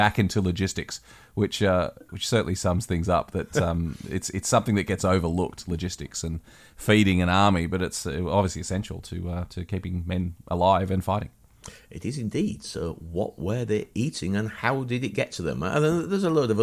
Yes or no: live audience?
no